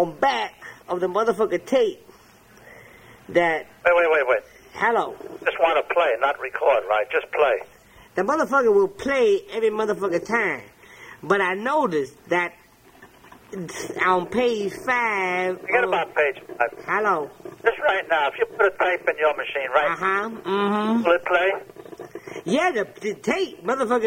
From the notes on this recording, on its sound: Prank Phone Calls Collection